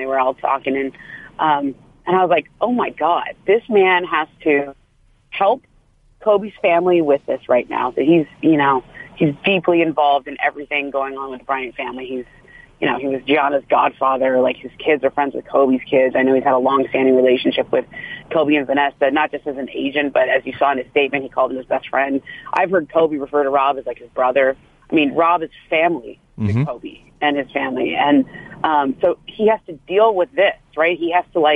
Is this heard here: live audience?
no